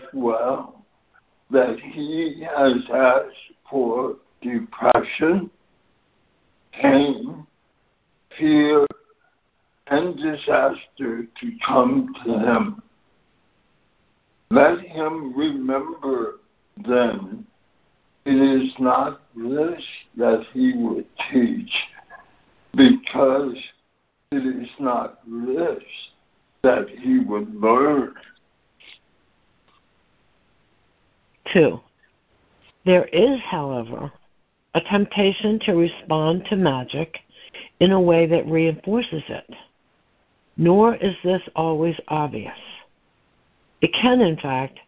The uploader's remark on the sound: ACIM Daily Conference Call